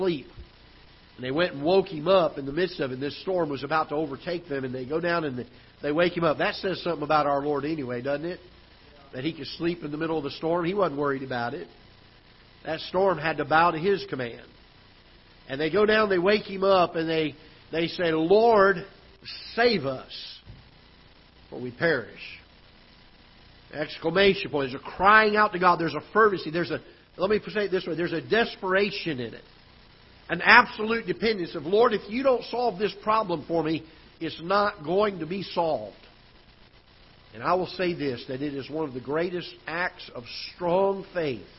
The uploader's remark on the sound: Ketha Heights Baptist Church ~ Live Broadcast